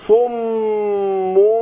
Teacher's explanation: يبقى انا هنطق هنا ميمين ورا بعض. الميم المشدده اللي هي بتاع الصم والميم الثانيه ميم الاقلاب، الاثنين هيتنطقوا مع الغنه حركتين